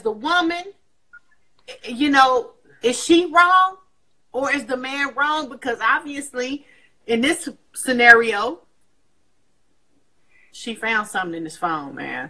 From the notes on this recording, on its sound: The hosts have a discussion on Instagram Live